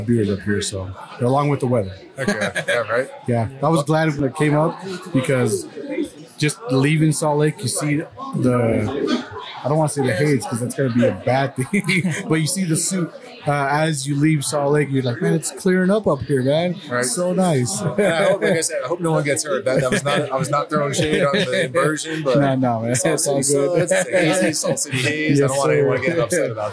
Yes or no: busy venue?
yes